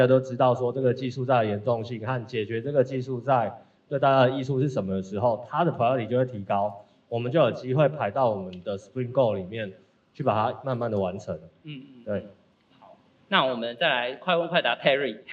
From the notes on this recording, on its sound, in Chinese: 本集節目首度實體化，以小聚交流形式呈現的現場錄音！因為現場收音的關係，音質還請多多包涵。